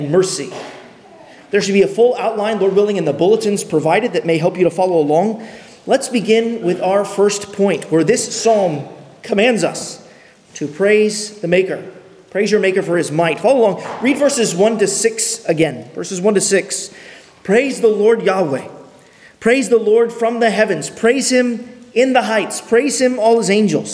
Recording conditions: large echoing room